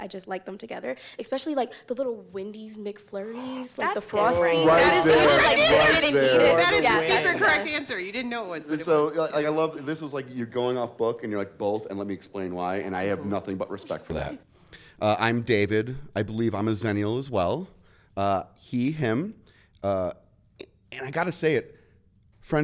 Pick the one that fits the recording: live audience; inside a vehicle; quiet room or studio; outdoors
live audience